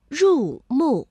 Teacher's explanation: 两个去声相连，第一个音节变五三，第二个音节保持五一 · 我们会感受到这个入啊并没有从五降到一